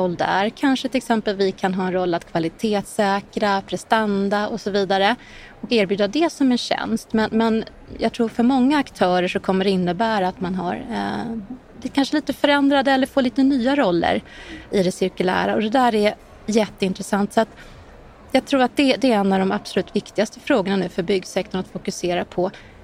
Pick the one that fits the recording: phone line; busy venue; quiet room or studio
busy venue